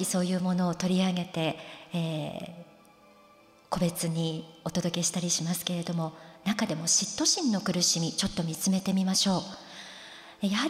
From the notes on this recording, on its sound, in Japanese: 富山県で行った公開録音の模様と共にお送りします。会場のみなさんの反応も楽しみながら、お聴きください。